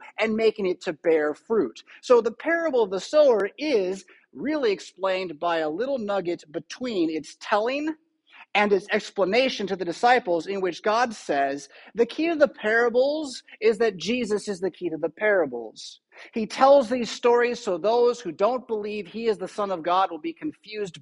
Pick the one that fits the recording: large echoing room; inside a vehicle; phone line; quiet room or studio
large echoing room